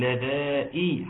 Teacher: كسر الهمزه جيدا. نعم، لذائي حتى لا تسهل وتطلع لذائقون